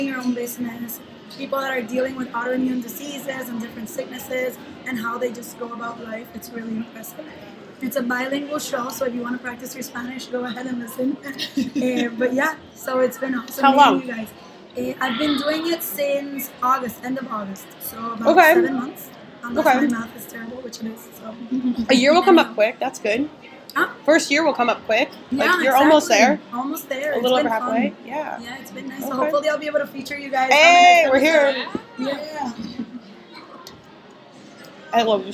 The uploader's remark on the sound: I had to take the opportunity to gather my new casting BFF’s and cast at the event… ordered a 1.75 of (QUALITY) tequila, a couple pizzas, and pressed record! The background noise is a character in itself and we have some special guests drop.